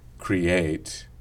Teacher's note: And so to separate the two syllables, when they're both vowels, the two vowels in contact there, I keep some of the stressed version of the E, and I make that more fleecy than kitty